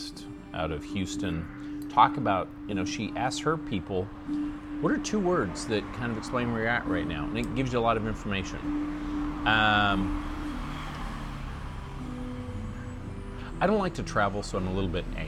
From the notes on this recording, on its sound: Chiang Mai, Thailand streets. Enjoy the banter and the street sounds from Chiang Mai.